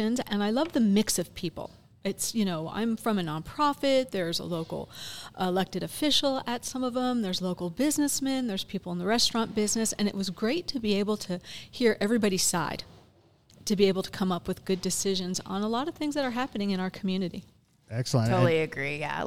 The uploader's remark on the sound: we are back at Tucanos Station Park in Farmington for a podcast and soda social